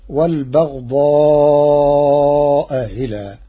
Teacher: قرأ ورش كلمتي والبغضاء إلى بتسهيل الهمزة الثانية بينها وبين الياء تخفيفا